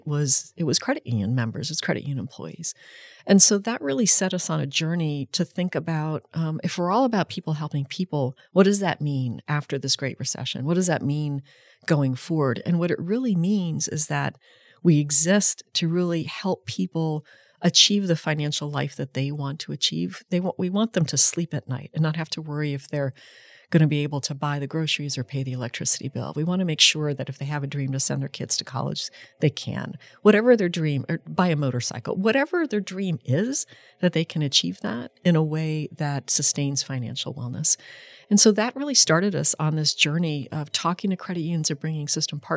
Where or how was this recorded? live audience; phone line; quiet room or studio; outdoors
quiet room or studio